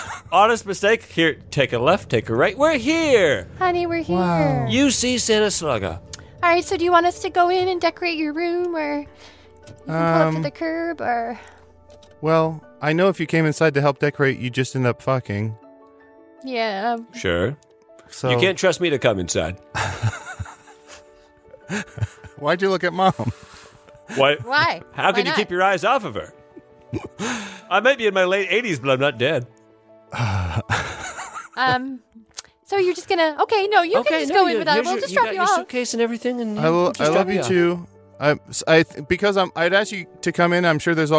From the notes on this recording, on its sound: the audio from a family road trip